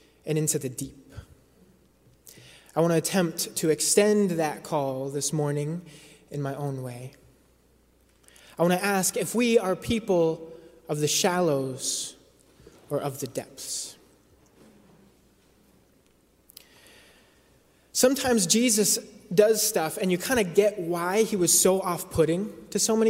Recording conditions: large echoing room